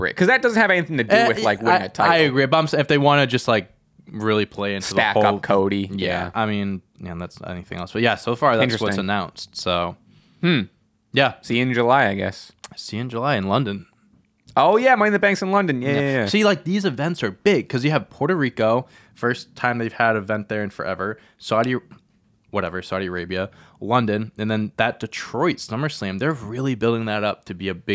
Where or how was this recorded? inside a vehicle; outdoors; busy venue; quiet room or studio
quiet room or studio